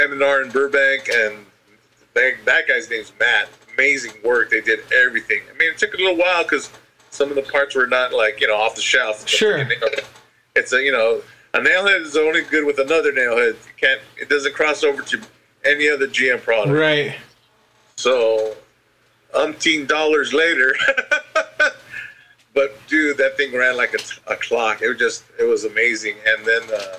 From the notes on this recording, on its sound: The lowered Garage sessions. While I am still getting the bugs worked out I must apologize again the audio isn't great.